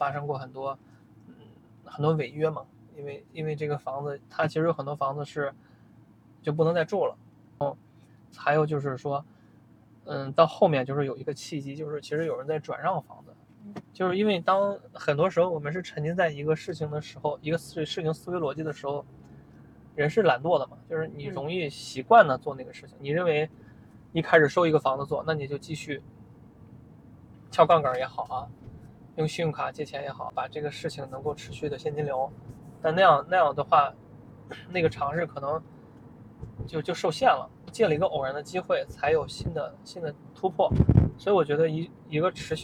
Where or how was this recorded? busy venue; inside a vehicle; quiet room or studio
inside a vehicle